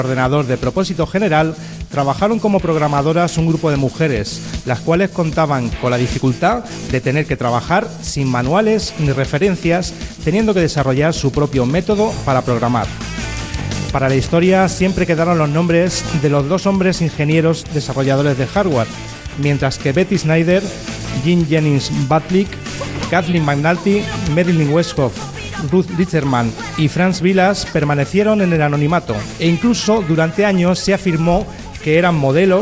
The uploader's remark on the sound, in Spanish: Dentro del maratón radiofónico en directo “Almaina al Sol“, celebrado el pasado 30 de enero en la sala de artes escénicas El Apeadero (Granada).